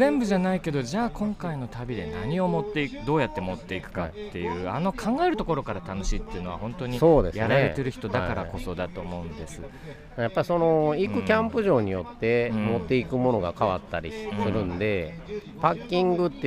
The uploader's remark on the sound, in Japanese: 収録地： 茨城県土浦市 霞ヶ浦総合公園。収録機材： ZOOM F3 (レコーダー)、ZOOM ZSG-1, AKG D5, C3000B（マイク）。